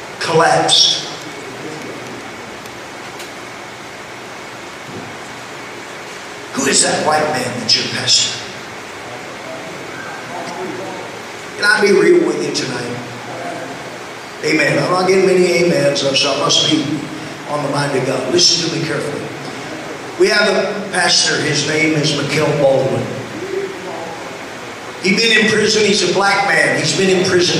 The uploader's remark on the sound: LOW SOUND QUALITY.